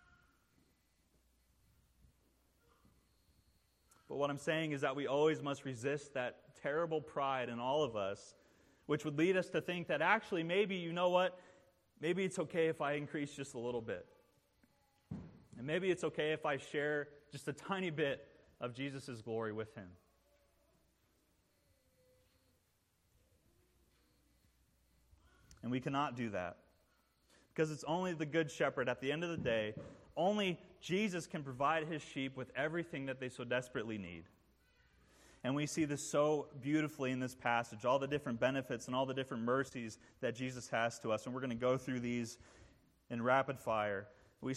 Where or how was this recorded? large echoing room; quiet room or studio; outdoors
large echoing room